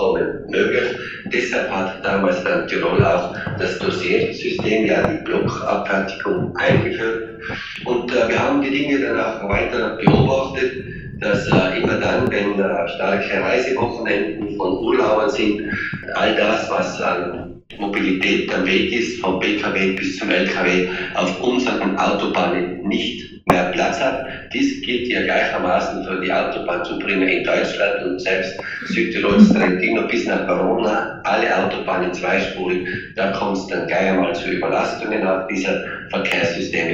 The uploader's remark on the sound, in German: Live aus Brüssel. Schlechte Tonqualität.